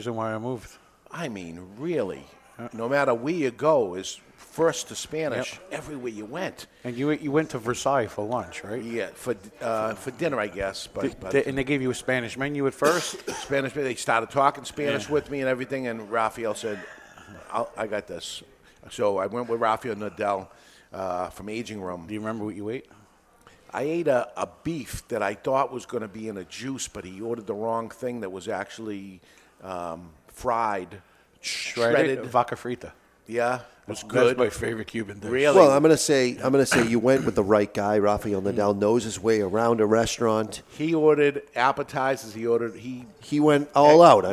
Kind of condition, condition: setting, live audience